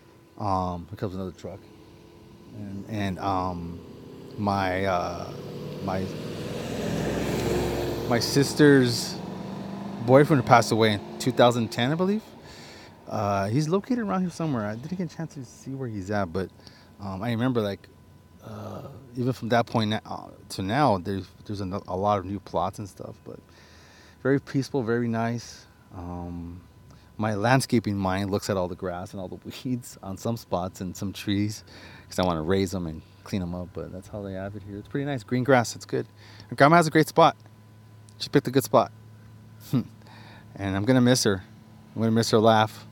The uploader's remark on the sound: On this episode I record at two cemeteries. It was a nice relaxing recording.